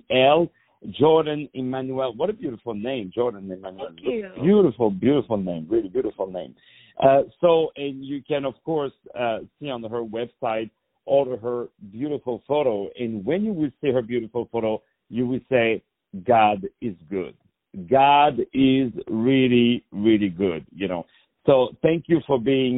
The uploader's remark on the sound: On the phone